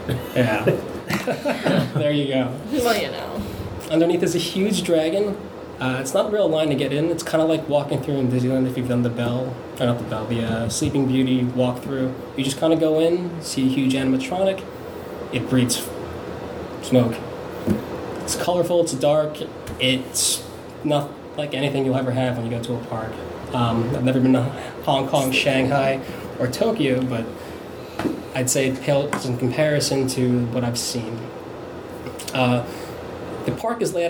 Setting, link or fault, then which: fault, echo